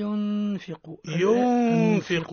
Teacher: النون عند الفاء الأخفاء بغنة